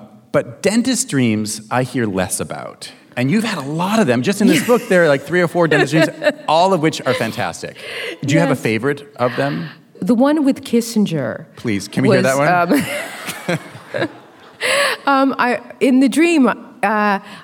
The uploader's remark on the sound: Portland Book Festival.